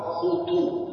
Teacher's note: بضم الطاء مراعاة للخاء المضمومة قبلها